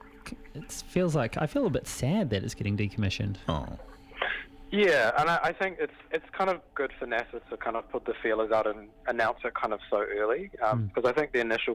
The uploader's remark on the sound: jumps on the phone to chat